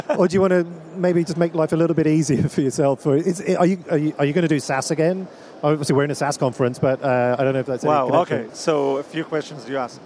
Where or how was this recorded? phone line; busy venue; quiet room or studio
busy venue